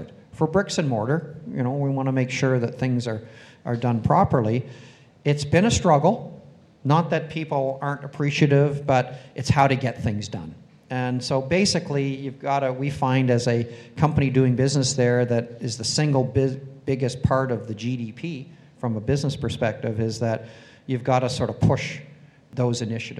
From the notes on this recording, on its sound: The in-depth interview was recorded live on-stage at The Northern Miner's Progressive Mine Forum held at the MaRS Discovery District in downtown Toronto in October 2018.